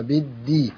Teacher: لام شمسية مضغمة في الدال المكسورة